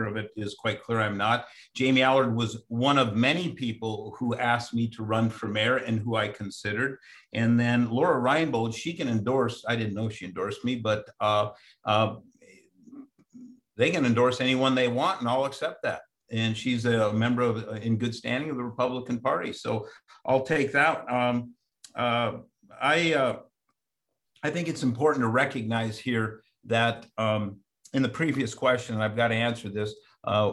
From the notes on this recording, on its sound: RECORDED: Tuesday, April 20, 2021 via video conference. In this episode of Addressing Alaskans we listen to a virtual forum where the two candidates share their views. This forum was presented by Anchorage Rotary. RECORDED: Tuesday, April 20, 2021 via video conference.